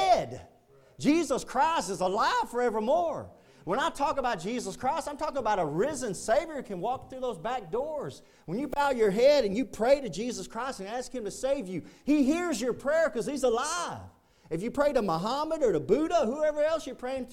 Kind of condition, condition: setting, large echoing room